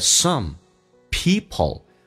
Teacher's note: 美式发音当中 p 跟 l 趋向于发 b 跟 l，如果加速慢速还可以发成 people，但是这个 l 一定要发出来，舌尖抬起来靠向你的上齿龈，叫 all，上牙齿后背一点 allpeople。